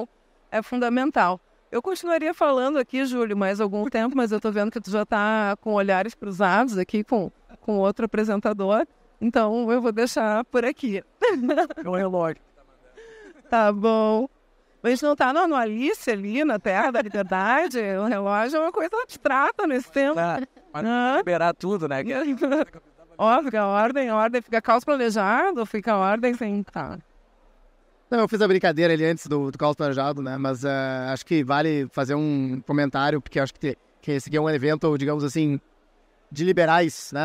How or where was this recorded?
busy venue